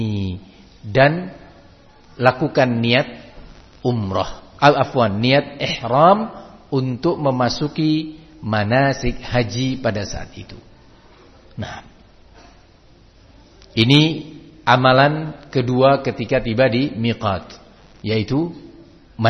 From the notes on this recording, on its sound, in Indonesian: di Masjid Ma’had as-Salafy Jember